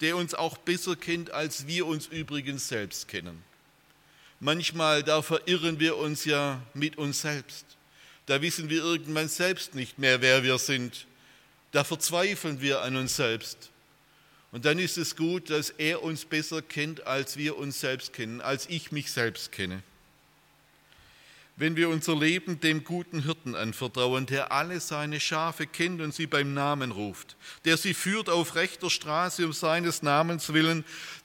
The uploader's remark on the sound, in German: aus dem Gottesdienst der Liebenzeller Mission